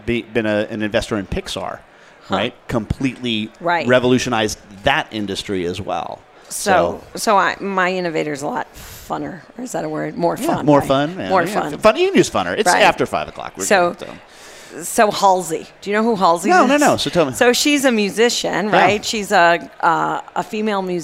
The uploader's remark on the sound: broadcast live from the 2018 AICPA ENGAUGE Event at the MGM Grand in Las Vegas